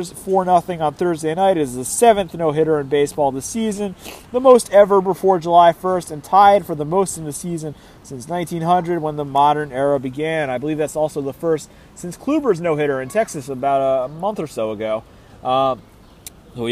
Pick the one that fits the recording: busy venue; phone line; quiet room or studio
busy venue